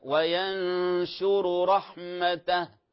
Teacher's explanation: ولا نقول وينشروا، أصبحت كأنها واو جماعة · Term: إشباع الحركات